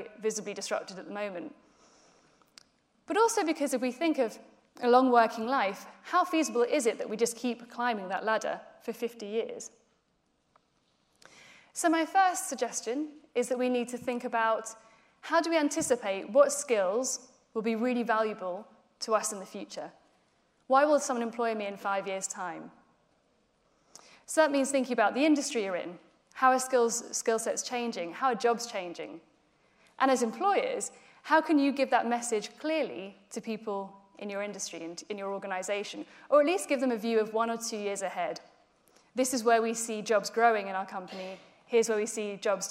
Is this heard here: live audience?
yes